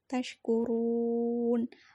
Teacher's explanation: roknya rok tafhim dibaca tebal karena roknya rok dhammah